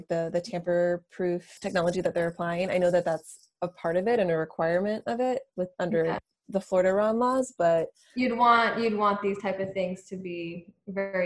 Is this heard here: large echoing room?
no